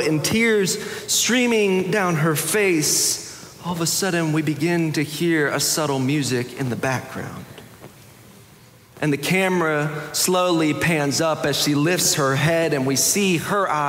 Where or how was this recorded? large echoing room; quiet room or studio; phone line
large echoing room